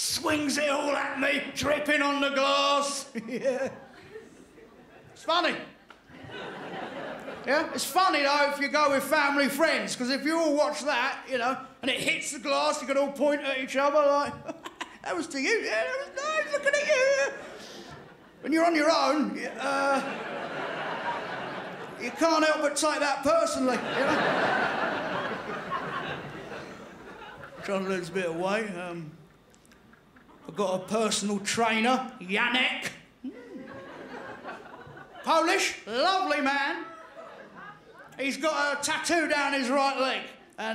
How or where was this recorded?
busy venue